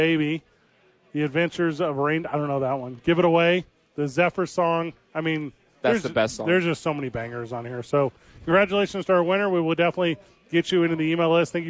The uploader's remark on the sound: live from Howies!